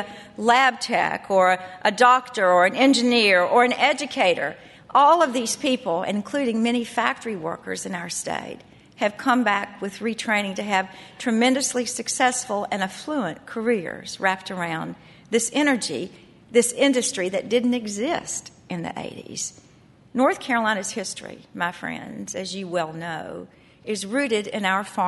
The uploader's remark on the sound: Conference Audio